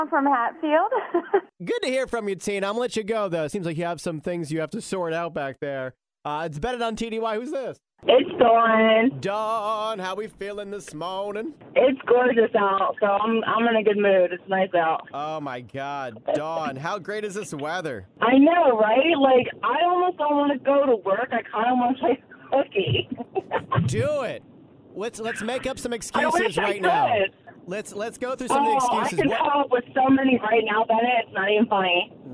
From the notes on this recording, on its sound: Listeners call